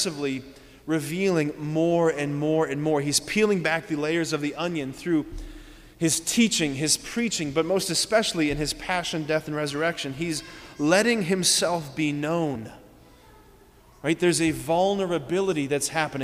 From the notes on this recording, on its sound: preached this homily on August 6, 2023 at Sacred Heart of Jesus Catholic Church in Wadsworth, OH.